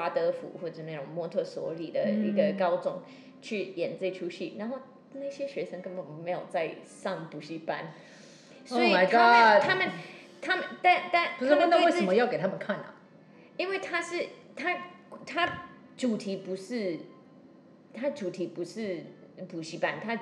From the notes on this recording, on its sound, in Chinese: 透過主持人提問邀請，現場觀眾說出自己的感受，。由劇團立即即興重現，。